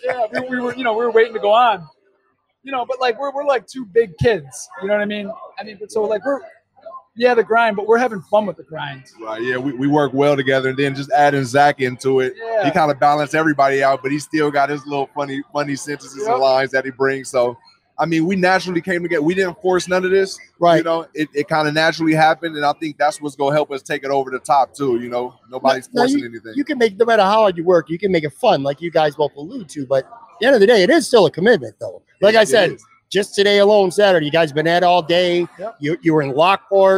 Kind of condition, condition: setting, busy venue